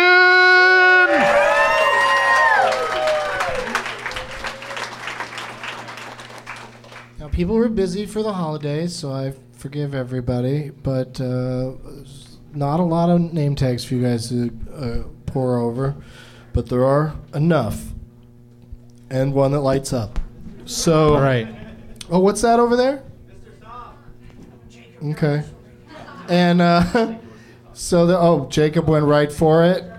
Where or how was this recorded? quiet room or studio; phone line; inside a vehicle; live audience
live audience